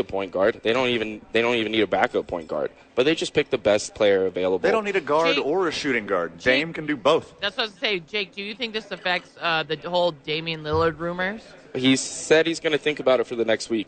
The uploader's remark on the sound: live from Red Door Brewery Downtown Albuquerque